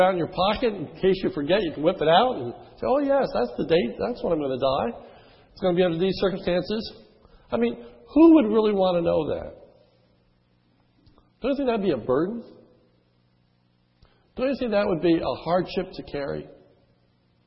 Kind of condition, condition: setting, large echoing room